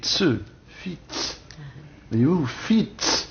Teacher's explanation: On prononçait ce qu'on appelle une affriquée tse